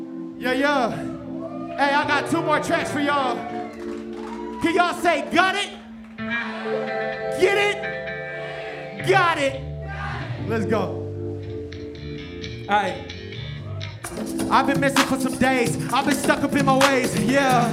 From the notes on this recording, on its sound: performance burning up the Pioneer stage at the Chreece hip-hop festival in Indianapolis on August 24th, 2019